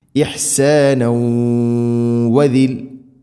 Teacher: ഇഹ്സാന ഇഹ്സാനൗ വ തൻവീനു ശേഷം വാവ് ഇദ്ഗാം ബിഗുന്ന തൻവീനിനെ വ എന്ന അക്ഷരത്തിലേക്ക് കൂട്ടി ലയിപ്പിച്ച് മണിച്ചുകൊണ്ട് ഉച്ചരിക്കണം. ഇഹ്സാനൗ വദിൽ ഇങ്ങനെ ഇതാണ് ഇദ്ഗാം ബിഗുന്ന.